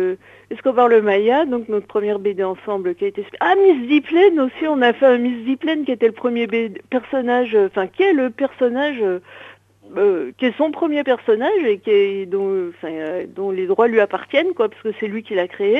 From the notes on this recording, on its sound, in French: reçoit par téléphone 2 coloristes